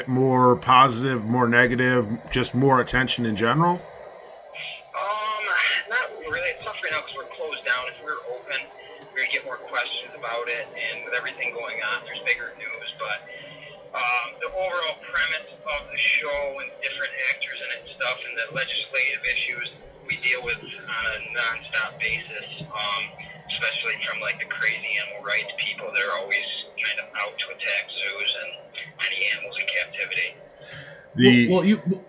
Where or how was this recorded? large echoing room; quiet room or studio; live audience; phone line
phone line